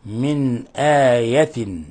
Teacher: التجويدي إظهار حلقي نون ساكنة وجاء بعدها الهمزة في الكلمة الأخرى فنظهرها ونبينها ولا نظهر فيها غنة ولا إخفاء ولا نضغط على النون بل نقرأها ساكنة مظهرة